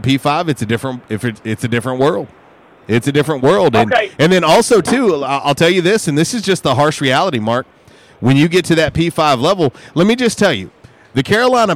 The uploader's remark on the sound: Was a “Women Rock Wednesday” LIVE from YesDog Grill! On The Ticket 95.3 Fm/970 AM, Ritter Communications Tubetown 21!